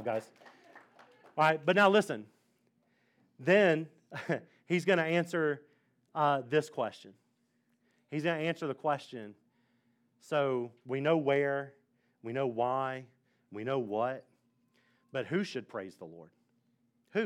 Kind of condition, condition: setting, large echoing room